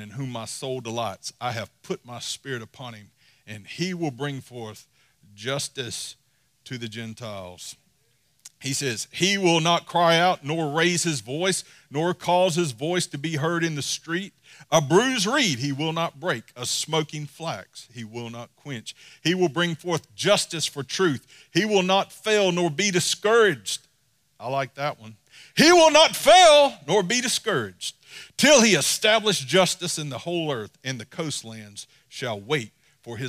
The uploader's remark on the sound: Sunday Service recorded live form New Life Church in Dothan, AL.